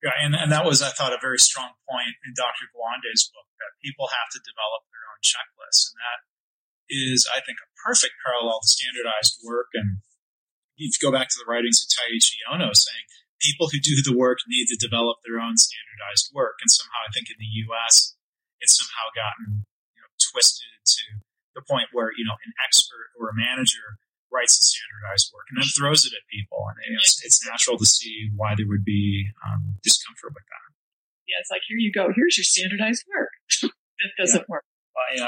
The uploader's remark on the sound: Remastered Oct 2022 - the audio quality isn't great.